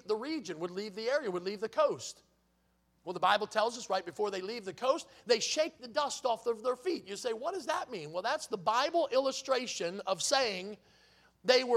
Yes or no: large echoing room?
yes